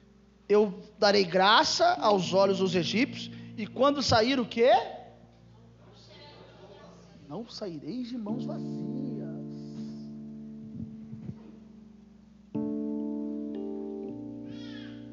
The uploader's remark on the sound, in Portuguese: Culto gravado em 09/12 durante a celebração do culto da campanha 12 dias para 12 meses.